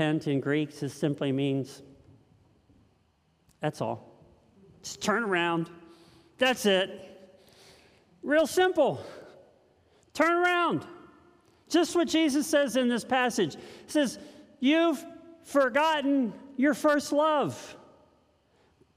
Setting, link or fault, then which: setting, live audience